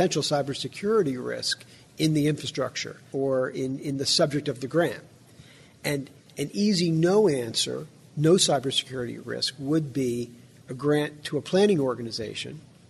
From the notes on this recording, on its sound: in a recent interview on the sidelines of the Institute for Critical Infrastructure Technology’s spring conference in Arlington, VA